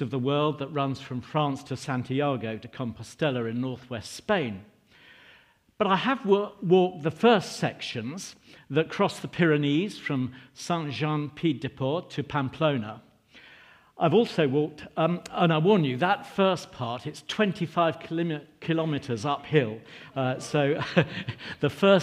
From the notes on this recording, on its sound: Recording from St George's and St Giles 10.30 service 29 October.